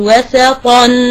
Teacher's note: أخلص تفخيم الطاء من ترقيق النون وأقول وسطا